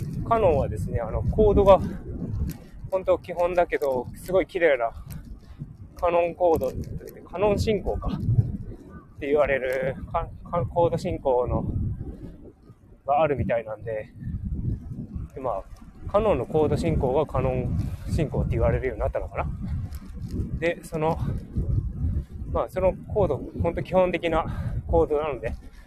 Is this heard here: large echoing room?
no